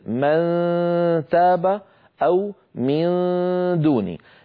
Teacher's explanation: إذن اللسان هنا شكله عند إخفاء النون عند دال أو تاء، مثل من تاب أو من دوني. لاحظوا بأن طرف اللسان قريب من الحنك من منبت الأسنان العليا لكنه لا يلامسها. ما في تلامس ولا في إقفال للمخرج، يعني ما في قرع.